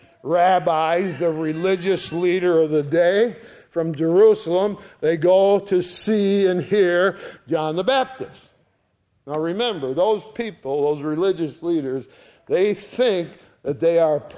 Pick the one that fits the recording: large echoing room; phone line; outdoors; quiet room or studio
large echoing room